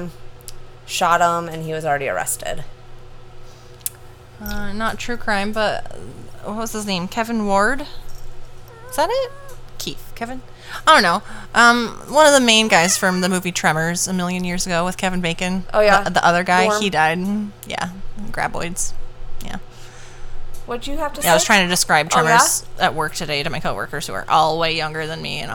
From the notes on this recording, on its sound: Please forgive the AC fan sound